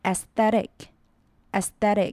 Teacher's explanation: Aesthetic 其实 AE 合在一起念，就是我们所说的蝴蝶音 AA。记得念的时候嘴巴不要张太开，念扁扁的 A Aesthetic,aesthetic。还要注意字尾的 TIC 的 T 的音不要太重，舌头有点顶到上颚 F 的音。